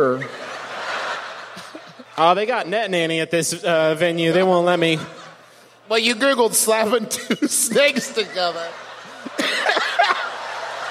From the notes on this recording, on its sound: San Francisco was kind enough to have us come down for a visit and do a live show for them at The Warfield last weekend.